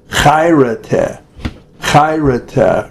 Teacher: Chayrete, the chi is a guttural, kind of between a chet and a kaf sufit in Hebrew. It's chay, said from the back of the throat.